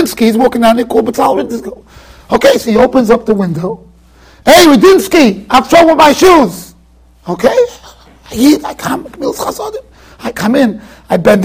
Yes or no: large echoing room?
yes